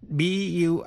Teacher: Động từ bury, âm u, trong bury đọc như e.